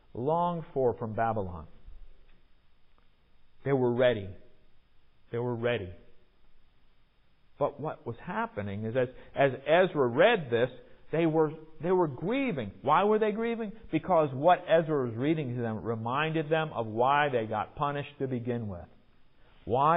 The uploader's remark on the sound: Recorded in the MPPC sanctuary on Sunday, January 23, 2022